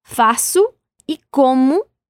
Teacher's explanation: decimos faço y como con la U al final